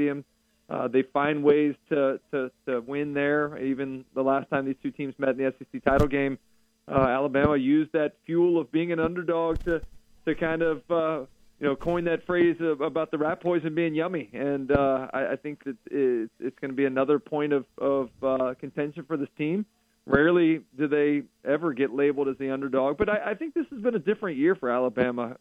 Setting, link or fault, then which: link, phone line